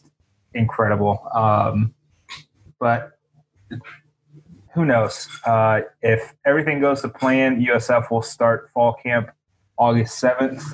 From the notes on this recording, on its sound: jump in the zoom machine